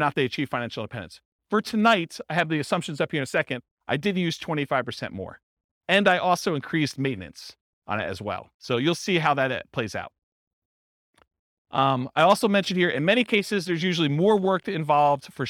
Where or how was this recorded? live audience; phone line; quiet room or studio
live audience